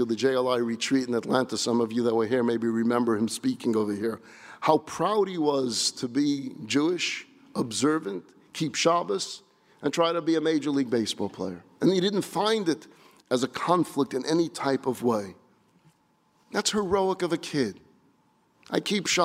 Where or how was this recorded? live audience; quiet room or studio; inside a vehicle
live audience